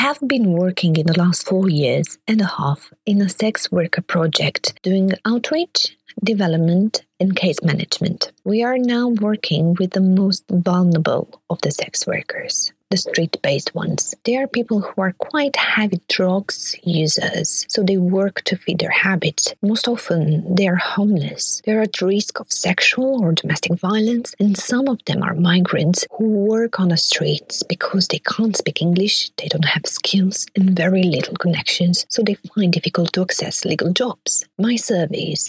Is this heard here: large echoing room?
no